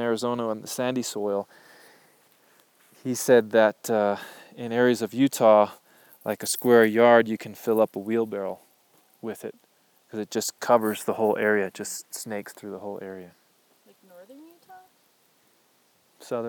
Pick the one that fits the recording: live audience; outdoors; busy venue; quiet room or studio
outdoors